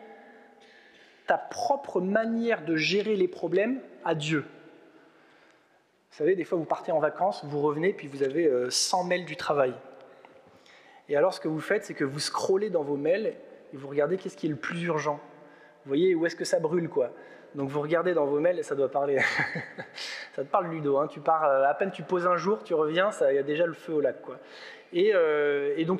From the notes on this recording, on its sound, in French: Enregistré à l'église CVV, le 12/06/2022